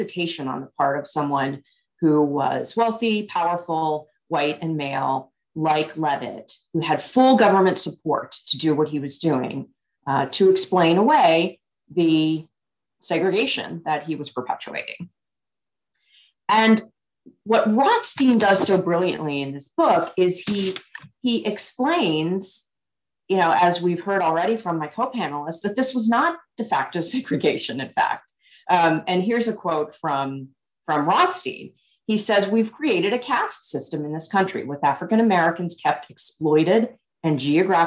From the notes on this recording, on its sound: held a virtual panel discussion